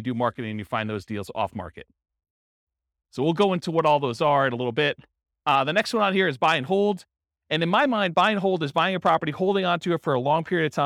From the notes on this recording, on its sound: This was a live class recorded